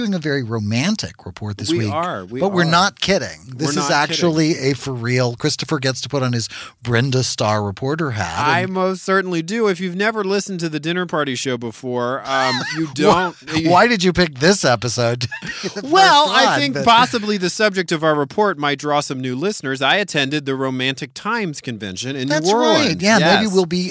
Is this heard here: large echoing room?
no